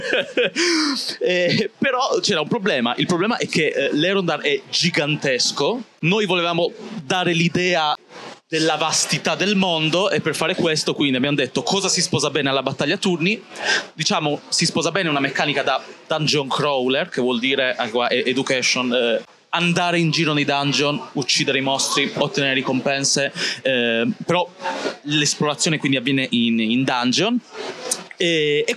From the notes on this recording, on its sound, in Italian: A Lucca Comics 2023 ci siamo fatti raccontare